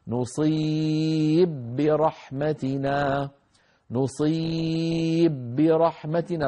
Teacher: التقى باءان متحركتان، أبو عمرو بسكن الباء الأولى فيقول نصيب برحمتنا، نصيب برحمتنا، طيب بالروم أو يعني الاختلاس نصيب برحمتنا، ماشي الحال، لكن بالإشمام نصيب ما بتزبط. · Term: الإدغام